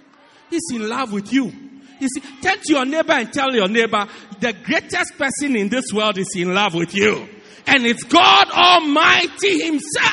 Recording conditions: large echoing room